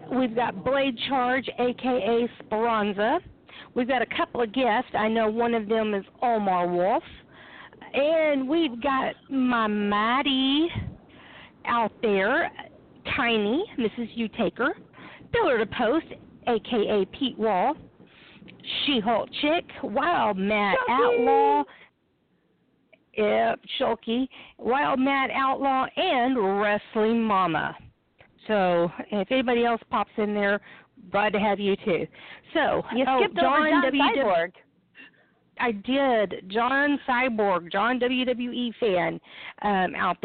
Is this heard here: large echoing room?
no